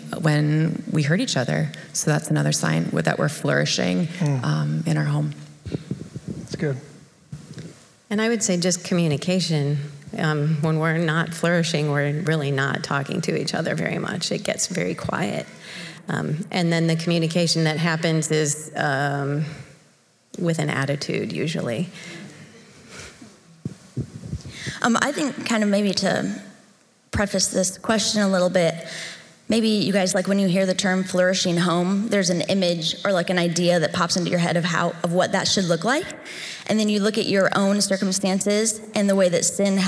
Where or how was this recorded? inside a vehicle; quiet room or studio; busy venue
busy venue